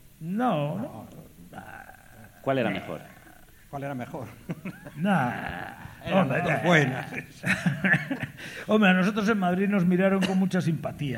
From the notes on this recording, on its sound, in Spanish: Especial grabado desde el Centro Dramático Galego de Santiago de Compostela, nueva parada del #EnCrudoyEnDirecto: el formato de conciertos y entrevistas íntimas de Carne Cruda llega a tu ciudad.